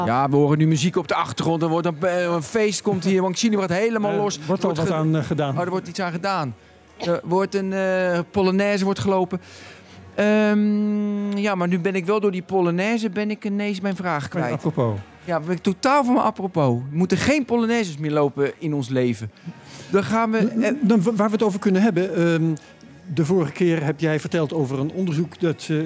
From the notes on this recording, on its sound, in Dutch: Live vanuit Papendal, op het evenement van OneXillium